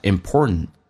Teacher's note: important 这个单词在美式发音当中 t 跟 n 组合在一起，最后一个 t 不发音，这叫略音